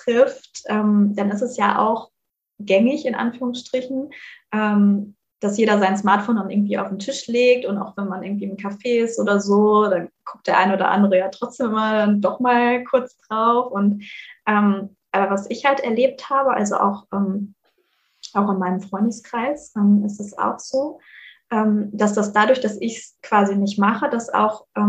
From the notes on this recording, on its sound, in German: Hatten wir auch diesmal wieder ein paar Soundprobleme, da wir die Folge über Zoom aufnehmen mussten. Leider hört man dies etwas.